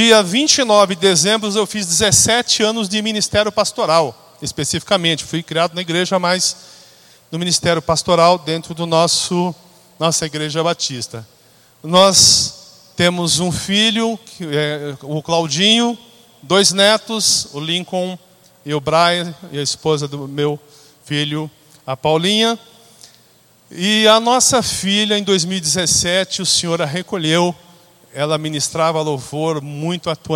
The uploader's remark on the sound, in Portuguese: Na Celebração da Família da noite do dia 12 de Janeiro